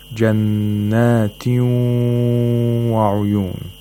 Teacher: So we have to hold the waw nasally while applying the idgham. · Term: إدغام مع الغنة